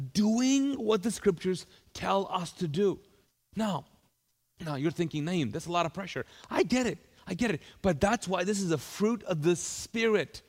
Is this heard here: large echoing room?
yes